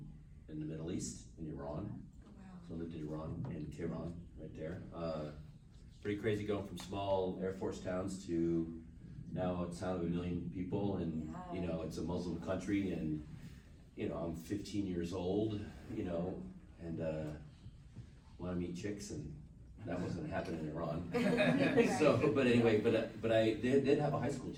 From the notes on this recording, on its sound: panel recorded at Days of the Dead Chicago on November 21, 2021